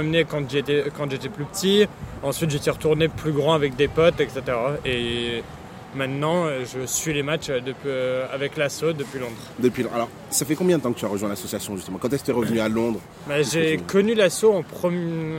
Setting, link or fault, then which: fault, wind noise